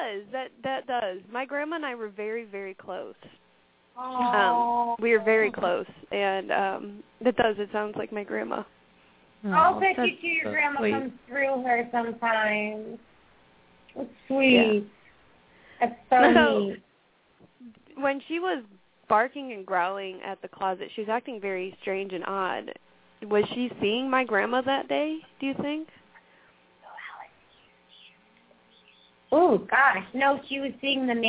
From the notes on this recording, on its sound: open up the lines for listeners to call